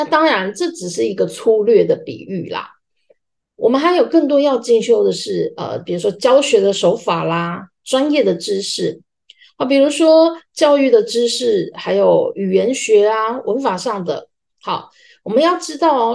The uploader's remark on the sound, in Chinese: 地點：線上（zoom）。